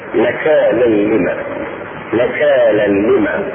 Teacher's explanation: التنوين مع اللام تدغم بغير غنة